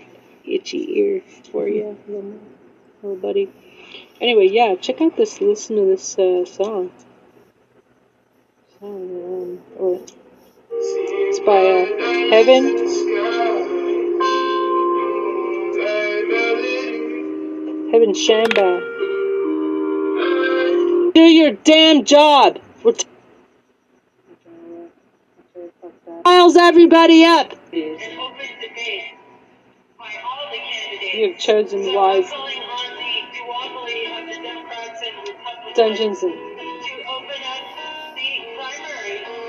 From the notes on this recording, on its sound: PHONE CALL TO THE DEPARTMENT OF JUSTICE STATING MY DEMANDS.